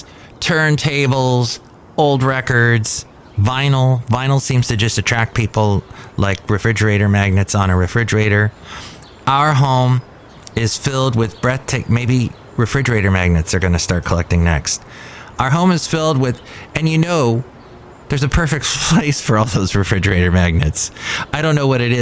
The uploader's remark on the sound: podcasts live from Cafe Anyway